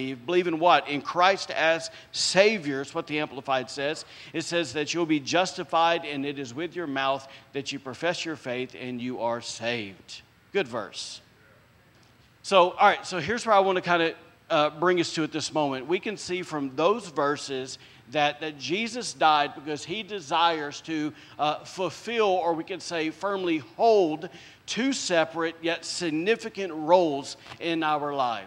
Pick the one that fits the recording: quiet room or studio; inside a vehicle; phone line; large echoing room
large echoing room